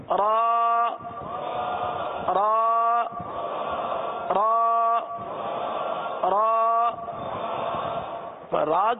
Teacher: زبان کی جو پشت ہے یہ تالو کو چھوتی ہوئی جائے گی اور را کے اندر تکرار پیدا ہوگی